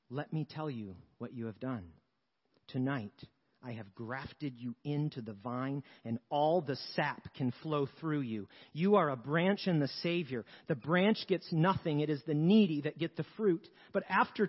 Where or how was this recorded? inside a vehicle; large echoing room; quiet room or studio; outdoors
large echoing room